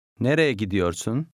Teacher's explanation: The final E in the first word is silent.